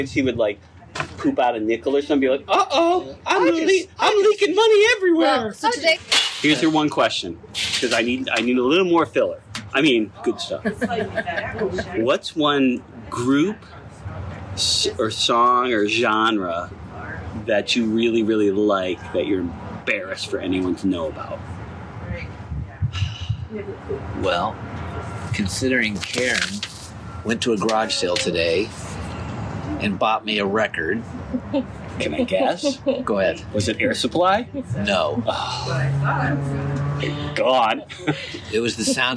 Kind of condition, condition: setting, outdoors